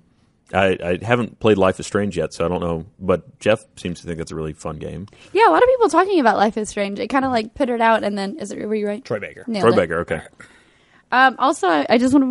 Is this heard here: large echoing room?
no